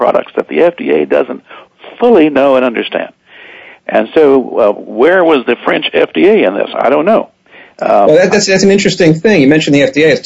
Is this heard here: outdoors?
no